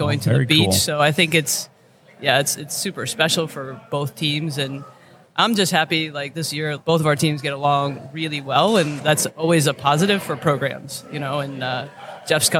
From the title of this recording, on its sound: Live at The Collegiate Open